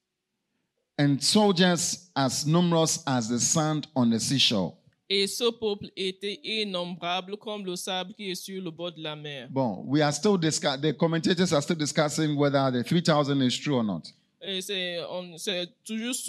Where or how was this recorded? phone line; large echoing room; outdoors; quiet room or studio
large echoing room